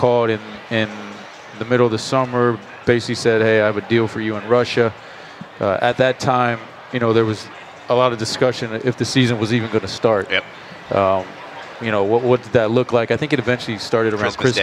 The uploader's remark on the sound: Interview LIVE from Summer League. LIVE during NBA Con at Las Vegas Summer League.